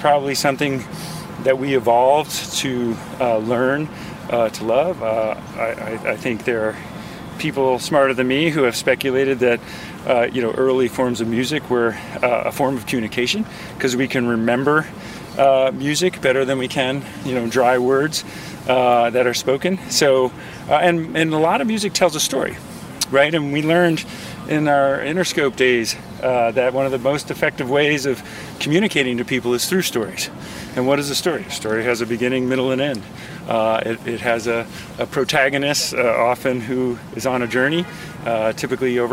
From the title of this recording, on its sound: Takin A Walk in the Public Garden in Boston